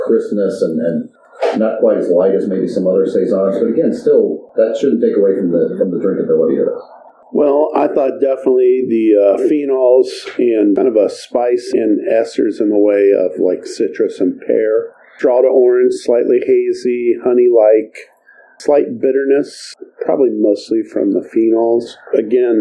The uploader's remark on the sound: We had technical issues with this recording so the sound quality is not up to our usual standards.